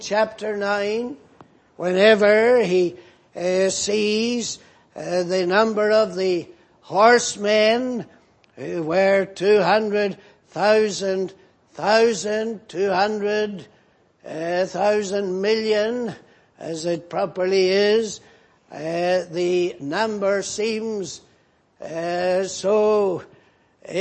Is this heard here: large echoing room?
yes